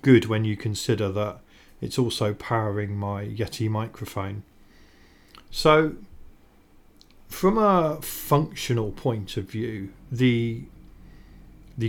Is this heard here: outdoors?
no